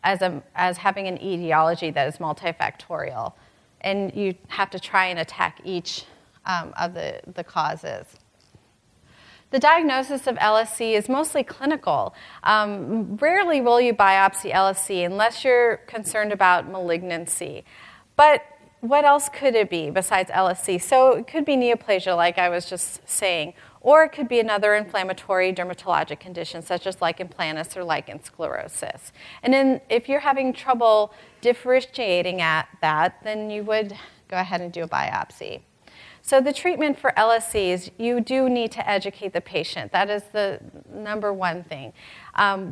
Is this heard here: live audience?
yes